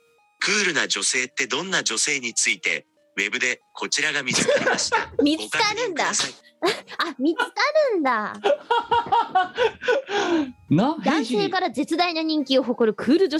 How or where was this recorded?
video call